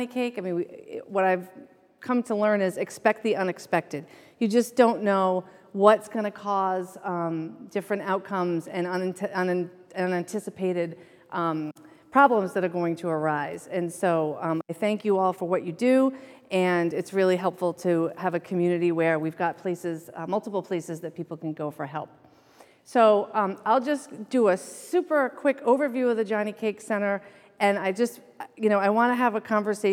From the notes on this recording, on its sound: The first lecture in our 2023 Summer Lecture Series